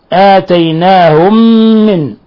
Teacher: ميم ساكنة مع ميم متحركة، تضغم الميم الأولى في الثانية، ويسمى هذا الإضغام إضغام مثلين صغير.